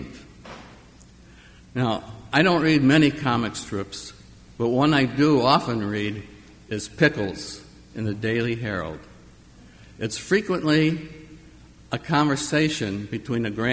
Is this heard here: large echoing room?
yes